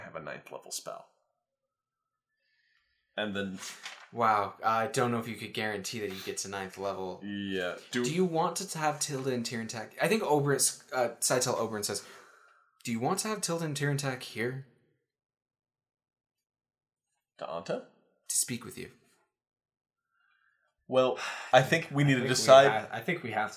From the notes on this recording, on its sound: This is an episode of a series from our previous project, the Level 1 Podcast, re-released here on the Diceology feed. The audio quality is a little lower.